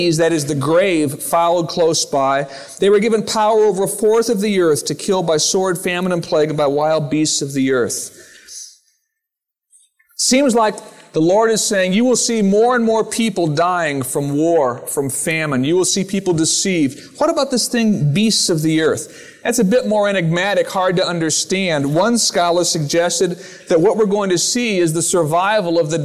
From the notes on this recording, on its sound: Originally recorded on March 12, 2000, at Fellowship Missionary Church, Fort Wayne, IN.